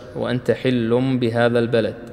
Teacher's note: قلبنا نون التنوين إلى ميم. هذه مرسومة عندنا، وهذه هي علامة الإقلاب في المصحف، ترسم ميم صغيرة بهذا الشكل، واضح؟